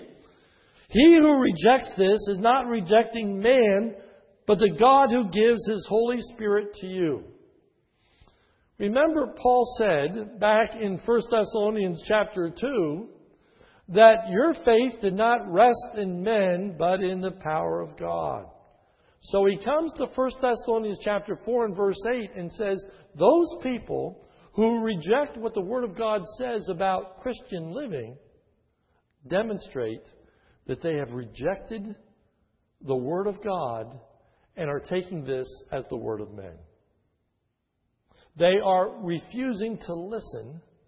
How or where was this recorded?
large echoing room